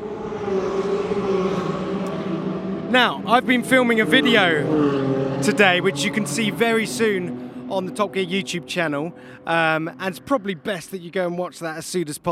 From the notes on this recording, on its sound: live from the pit-lane at the Vallelunga track